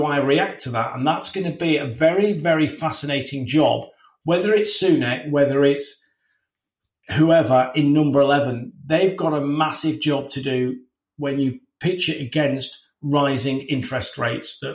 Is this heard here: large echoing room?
no